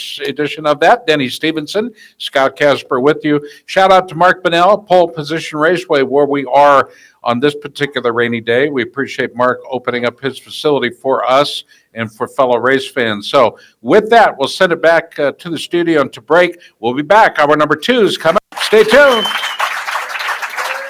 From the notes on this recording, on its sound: Tonight's show comes to from interviews done at the Justin Brayton Shootout. At the Shootout at Pole Position Raceway in Grimes, Iowa.